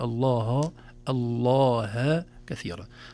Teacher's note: نخلص الهاء من لفظ الجلالة من تفخيم وتغليظ اللام قبلها، نقول الله الله كثيرا.